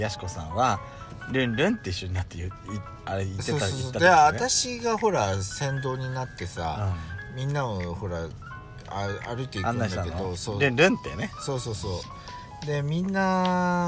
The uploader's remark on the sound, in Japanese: パーキング収録